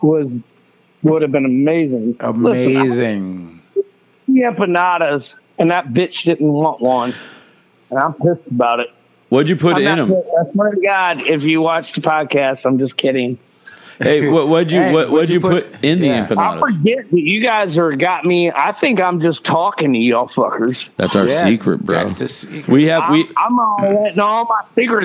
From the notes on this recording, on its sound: Doing this interview over the phone. While he is at the bar!